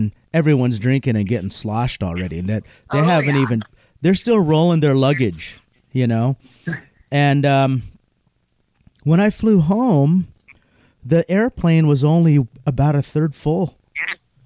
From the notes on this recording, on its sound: We'll be interviewing our guests by phone from inside the Desert Oasis Room.